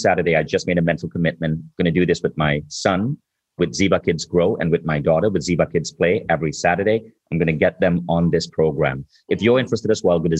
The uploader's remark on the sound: On this live call. Live bonus Q&A session.